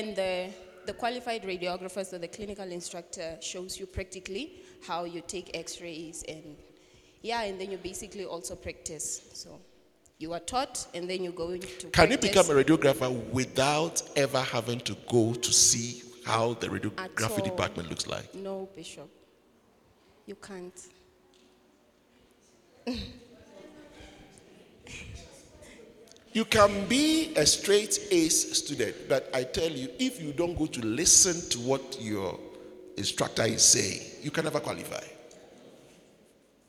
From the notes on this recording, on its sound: Preached at the Joyful Encounter Service, Windhoek Namibia.